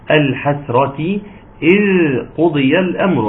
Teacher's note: الحسرة إذ قضي الأمر، عندنا مشكلة طبعا في إذ، ليه؟ لازم نخلي فيها جريان صوت في الذال لأنه أحد حروف الرخاوة